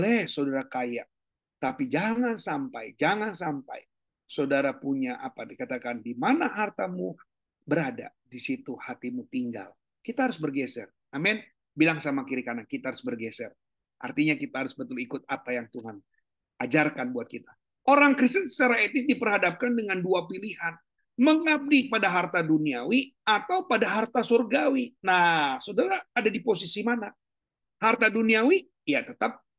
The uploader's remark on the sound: Audio Zoominar